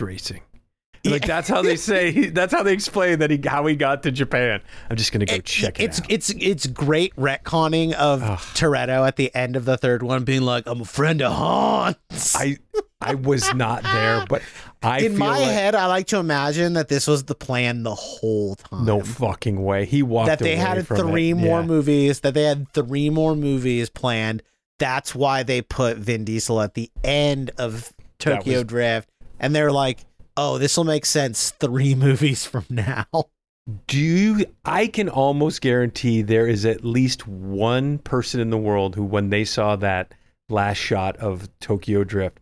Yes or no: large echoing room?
no